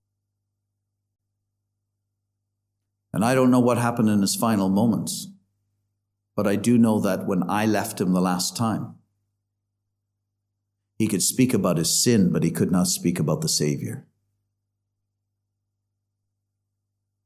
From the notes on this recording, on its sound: Listen to the Gospel Audio from Ballyclare Gospel Hall.